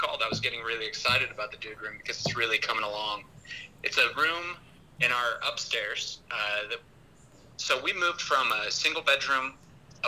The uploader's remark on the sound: While driving down the road in a Ford Taurus.